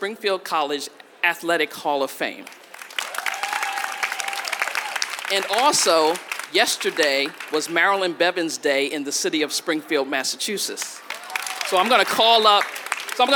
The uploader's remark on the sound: This is a special live recording of the Podium Pioneers Panel, which took place at the 2023 Boston Marathon Expo live stage.